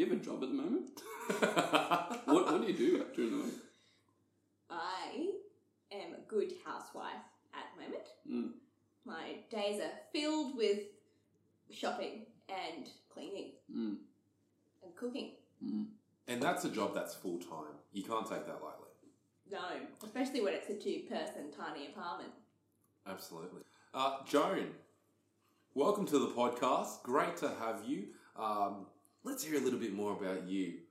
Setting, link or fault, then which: fault, echo